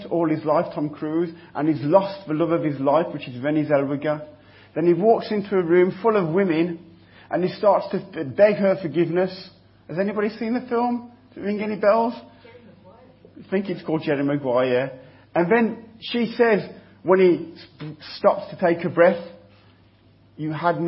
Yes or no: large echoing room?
yes